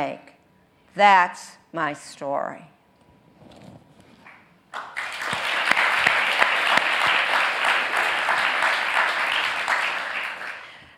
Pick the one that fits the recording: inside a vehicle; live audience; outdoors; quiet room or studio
live audience